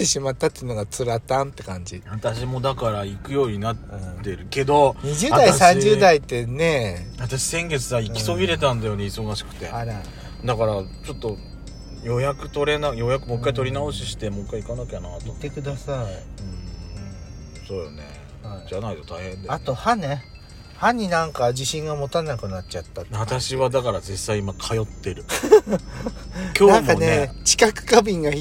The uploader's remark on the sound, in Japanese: 2人組。パーキング収録。